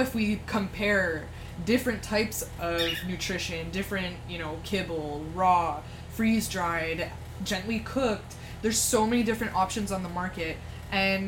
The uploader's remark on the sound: you will hear some background noise and a few words from our store Cockateil